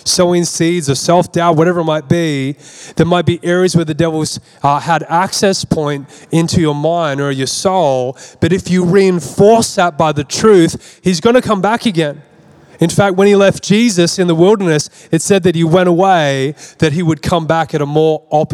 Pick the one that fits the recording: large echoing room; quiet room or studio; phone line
large echoing room